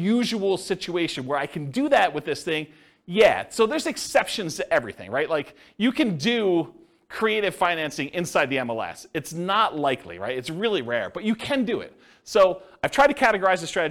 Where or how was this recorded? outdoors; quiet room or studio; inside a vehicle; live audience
live audience